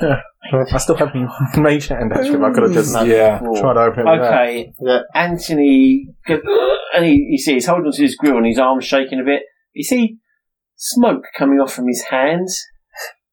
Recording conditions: poor sound quality